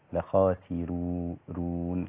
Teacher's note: لخاسرون الراء هنا مرققة لأن ورش لا يعتمد حركة الراء إذا كانت مفتوحة أو مضمومة وقبلها كسر، والسين مكسورة فالراء هنا مرققة حتى وإن كانت مضمومة